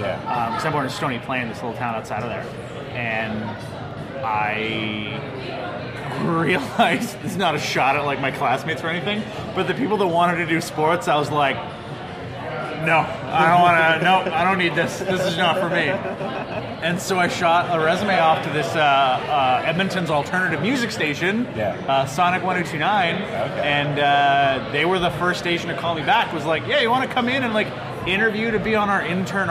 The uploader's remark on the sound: This podcast was recorded on location at Prairie Dog Brewing.